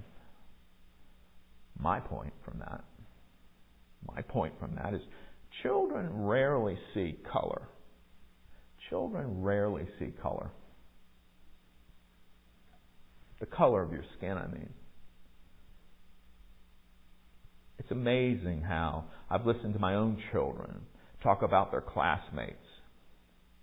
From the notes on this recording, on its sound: Recorded at MPPC on Sunday, February 19, 2023